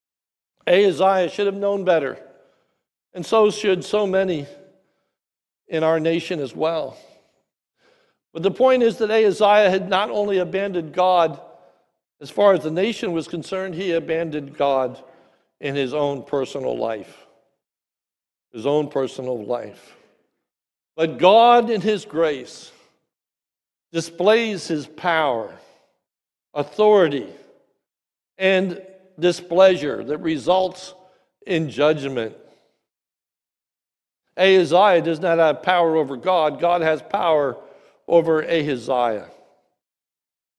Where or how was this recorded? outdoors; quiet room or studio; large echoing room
large echoing room